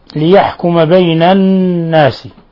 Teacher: النون مشددة تغن مقدار حركتين